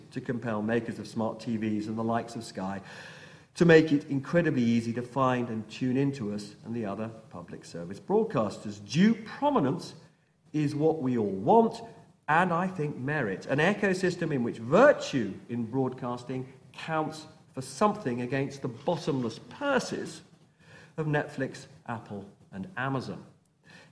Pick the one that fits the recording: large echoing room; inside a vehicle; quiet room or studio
large echoing room